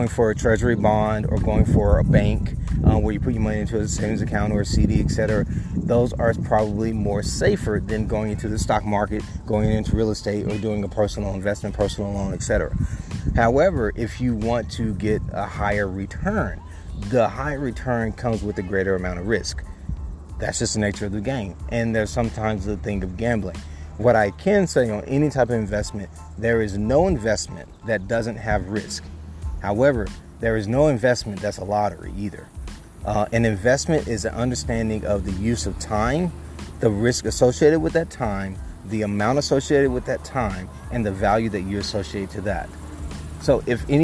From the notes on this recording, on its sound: I recorded this while outside at a park so pardon the background noises.